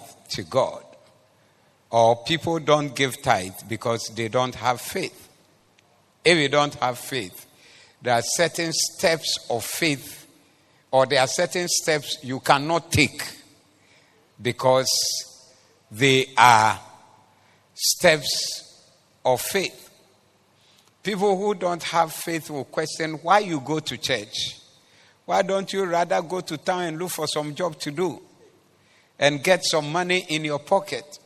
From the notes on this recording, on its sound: Preached at the Zeloo Service